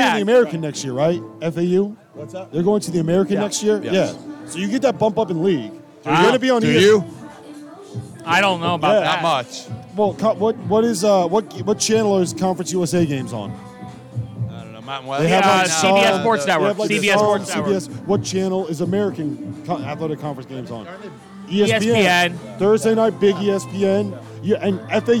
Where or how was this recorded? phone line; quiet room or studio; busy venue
busy venue